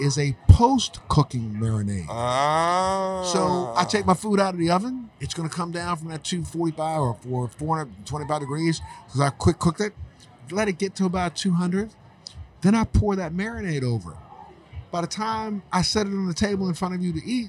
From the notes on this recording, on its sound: at the NECANN cannabis conference in Boston, MA